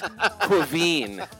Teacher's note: It is pronounced as a soft V or almost an F.